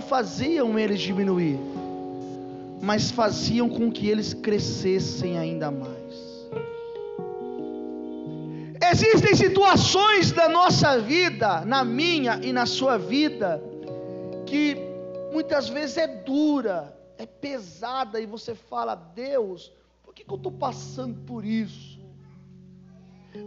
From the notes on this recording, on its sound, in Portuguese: Culto gravado em 09/12 durante a celebração do culto da campanha 12 dias para 12 meses.